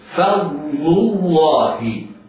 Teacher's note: الفاء مفتوحة مرققة بعدها ضاد مفخمة بعدها لام جاورت لام، لام مضمومة جاورت لام لفظ الجلالة.